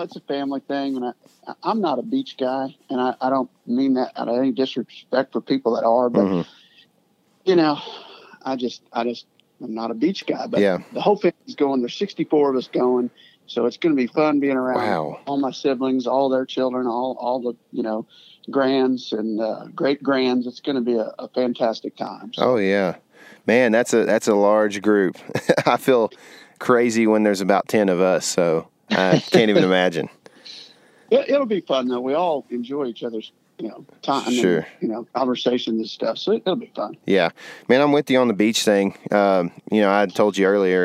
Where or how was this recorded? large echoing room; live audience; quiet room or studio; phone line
phone line